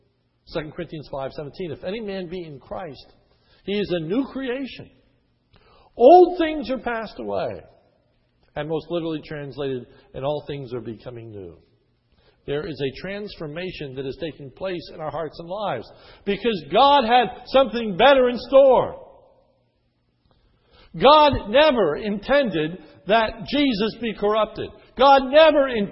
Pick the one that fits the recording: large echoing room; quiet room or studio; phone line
large echoing room